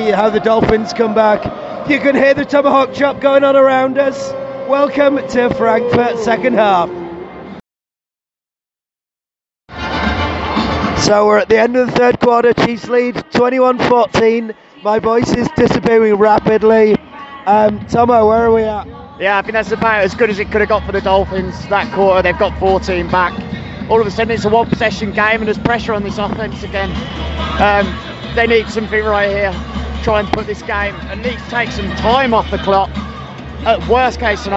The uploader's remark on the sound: The Frankfurt Experience Live. Record live from Frankfurt to take you through a real time roller coaster of emotion from pregame to the final whistle.